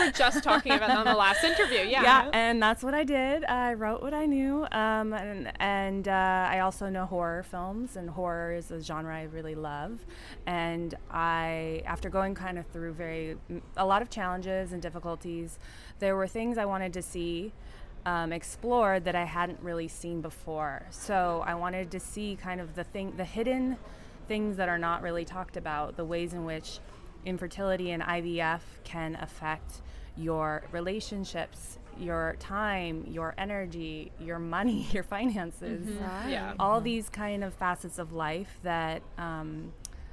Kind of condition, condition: setting, busy venue